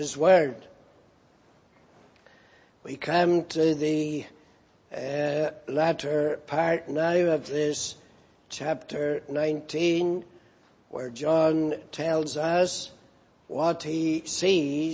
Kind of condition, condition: setting, large echoing room